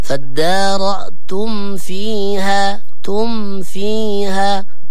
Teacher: معنى كذلك الميم الساكنة عند الفاء إظهار، فالدار تم في تم تم، يعني نطبق على الشفتين عند الميم ومن ثم ننتقل إلى الفاء بدون تطويل الغنة